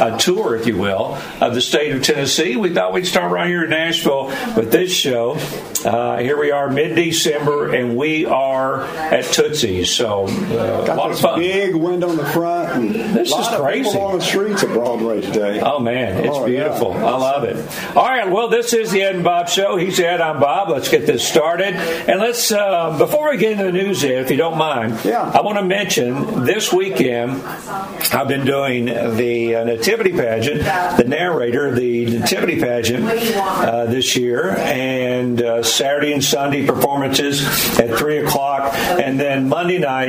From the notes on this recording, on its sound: LIVE from Tootsie’s Orchid Lounge in Nashville!